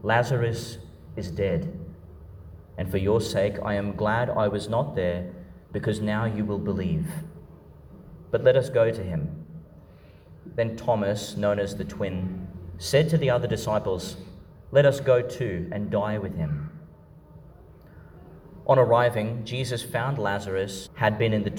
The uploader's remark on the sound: Homily for Fifth Sunday (of Year A) in Lent, 2022, delivered in Our Lady Star of the Sea, Gladstone, Qld.